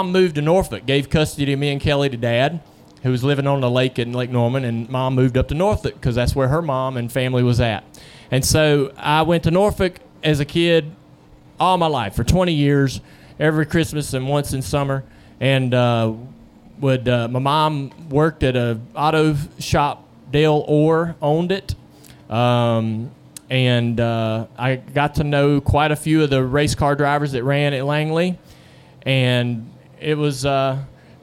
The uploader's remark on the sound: Wednesday Q&A Session Live at North Wilkesboro. We have a special bonus episode live from North Wilkesboro Speedway.